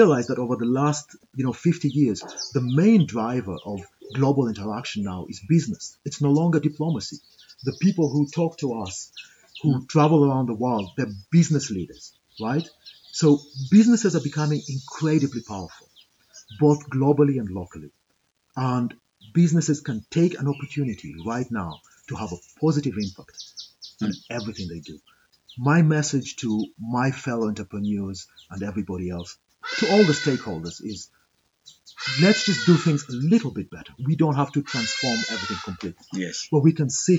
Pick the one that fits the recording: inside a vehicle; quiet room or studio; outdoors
outdoors